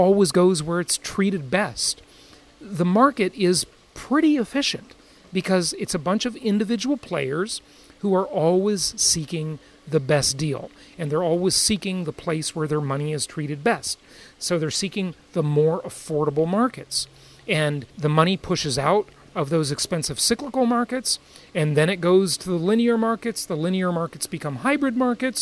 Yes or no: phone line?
no